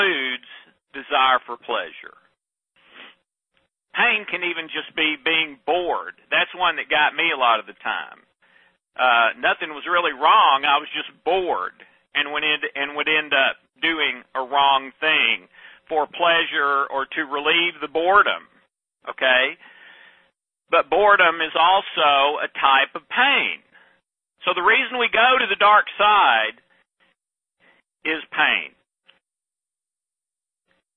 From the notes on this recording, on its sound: Please forgive the inferior sound quality, as this was a recorded conference call.